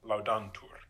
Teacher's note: the stem vowel, the A, shortens before the endings in the third person plural, so it shortens before the nuntur.